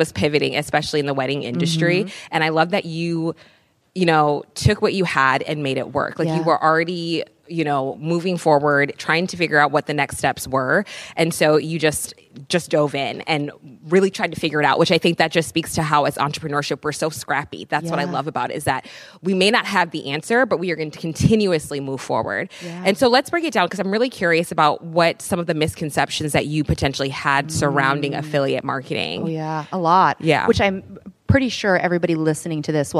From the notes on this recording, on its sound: During our recent Partner Summit, we hosted some of HoneyBook’s top pros and educators in San Francisco. At the summit, we recorded our first live podcast interview.